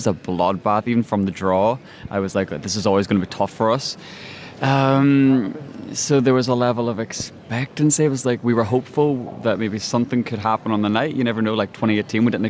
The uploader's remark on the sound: Live from Liverpool. We're live from the arena as the boys watch the first dress rehearsal of the show.